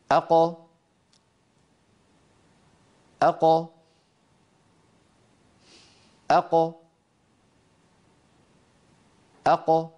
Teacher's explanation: انظروا إلى هذه الصورة كيف أن القاف تخرج بالتباعد بين أقصى اللسان والحنك اللحمي · Term: القاف المقلقلة